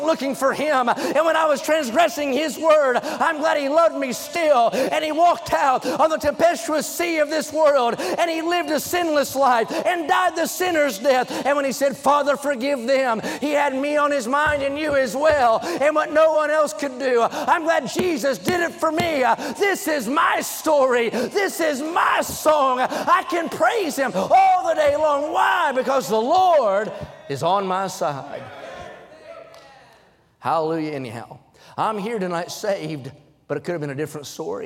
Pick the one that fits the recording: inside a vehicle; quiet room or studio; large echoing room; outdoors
large echoing room